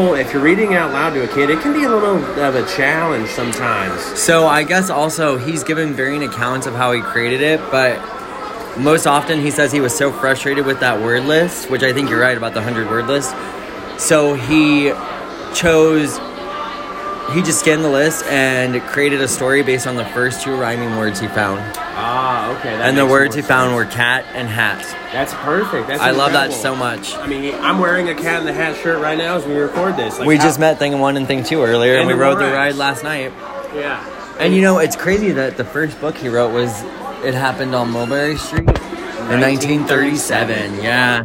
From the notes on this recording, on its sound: we come to you live from Seuss Landing at universal studios Islands of Adventure